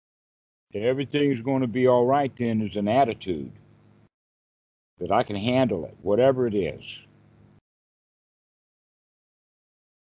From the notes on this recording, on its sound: skype calls on this channel